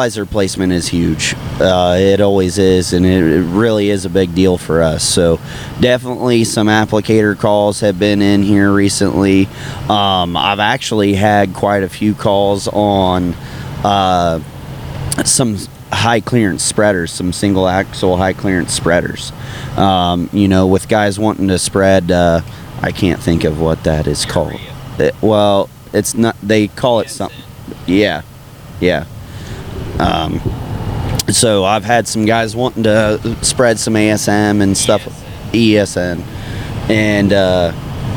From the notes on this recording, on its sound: Don't mind the noise, we were in a service truck headed to Michigan and the noise gets better as we go along but it is what we had to work with at the time.